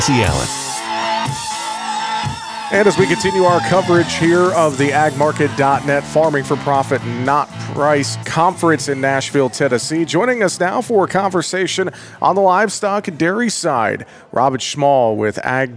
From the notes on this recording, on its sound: We are broadcasting live from AgMarket.net's Farming for Profit, Not Price Conference in Nashville, TN.